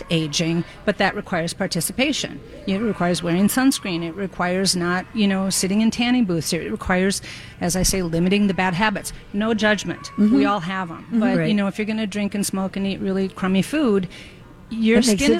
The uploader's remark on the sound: Live broadcast from the Children's Theatre Company. They answer young callers questions.